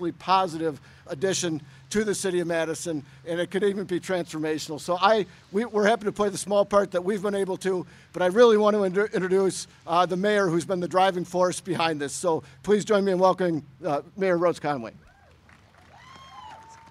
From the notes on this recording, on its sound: News Conference. Bus Rapid Transit Ground Breaking.